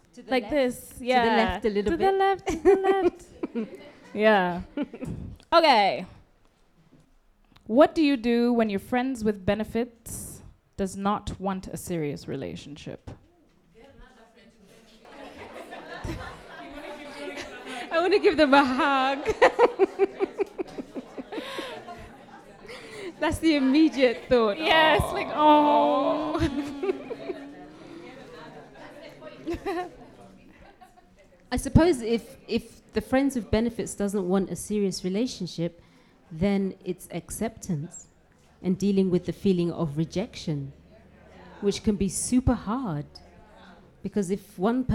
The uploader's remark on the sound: At a LIVE podcast recording with a few lovely spreaders.